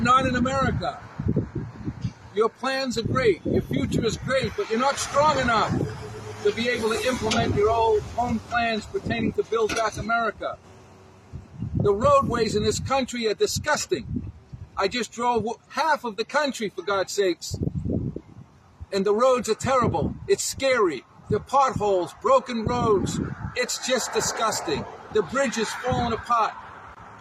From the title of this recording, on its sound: Live from Flag Museum, Palm Beach